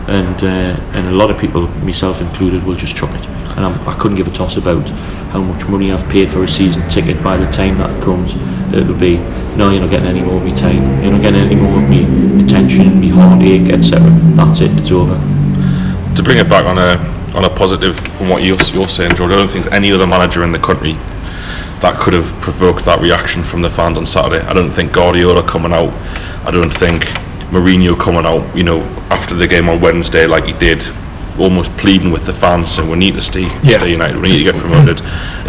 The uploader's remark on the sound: thank you to Nine Bar for allowing us to record